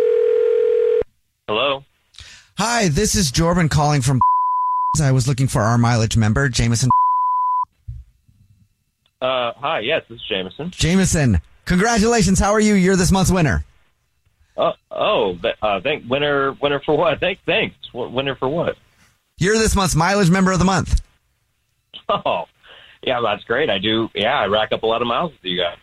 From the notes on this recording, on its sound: One of our listeners is on the phone